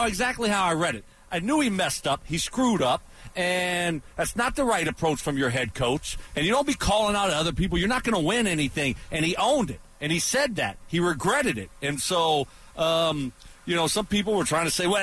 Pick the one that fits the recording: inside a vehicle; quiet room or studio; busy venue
busy venue